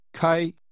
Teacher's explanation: 开 is pronounced with a high level tone.